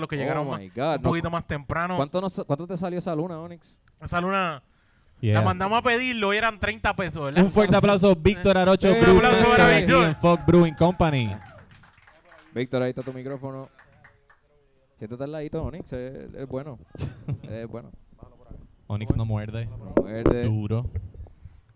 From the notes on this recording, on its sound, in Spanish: Birra Live desde FOK Brewing Co. Nos presentamos en FOK Brewing Company en Caguas.